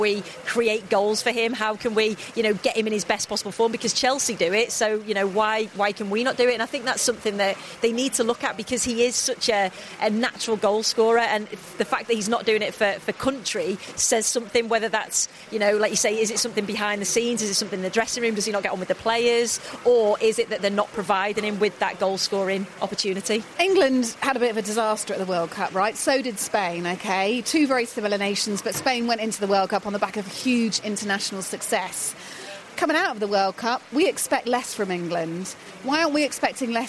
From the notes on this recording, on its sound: Celebrates an action-packed finale to the Women's Super League live from the Continental Cup final.